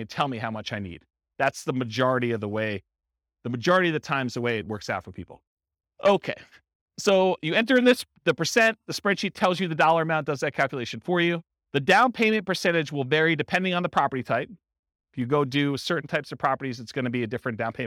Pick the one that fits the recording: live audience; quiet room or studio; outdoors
live audience